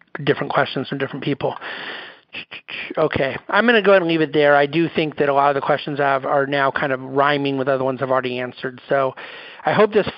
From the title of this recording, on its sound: National Conference Call Replay